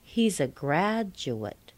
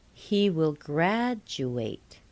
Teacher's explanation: Now, these two change a little, but the primary stress doesn't change. The last syllable changes from a weak to a secondary stress, when it changes from a noun or adjective to a verb. So in three-syllable words, you'll hear da, da-dut.